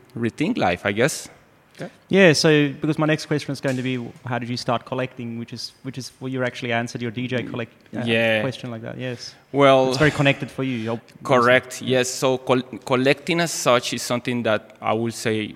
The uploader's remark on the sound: Live conversation in the gallery